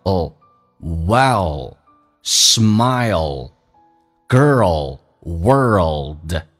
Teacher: 它是舌尖抬起来靠上你的上齿龈，就在你上牙齿后背一点